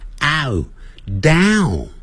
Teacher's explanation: 那个念是 ow，先念成啊啊，嘴巴在收 · Term: 双元音